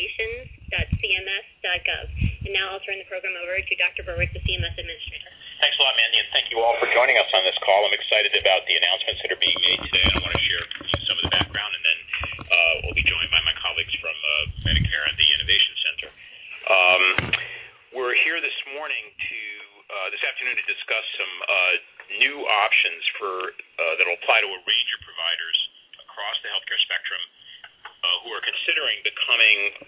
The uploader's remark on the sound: CMS conference call is marginal audio & our recording ends prematurely